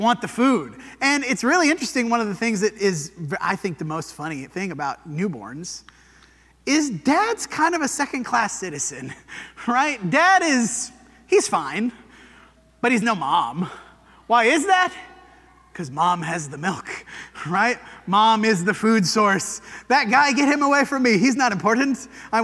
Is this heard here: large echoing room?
yes